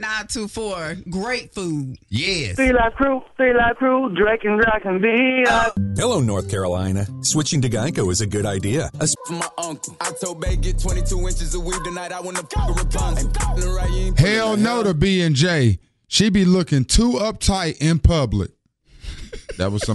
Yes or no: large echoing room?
no